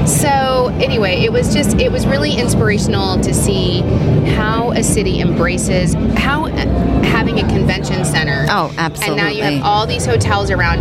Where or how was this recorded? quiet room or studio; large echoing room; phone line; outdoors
outdoors